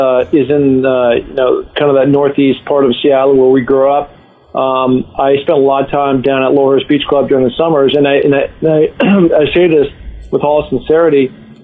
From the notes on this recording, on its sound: on the phone